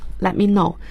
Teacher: 注意他的表达 T 是不发音的